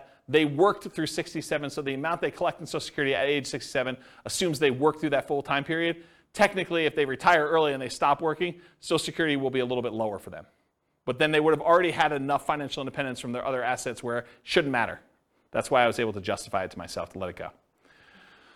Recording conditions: live audience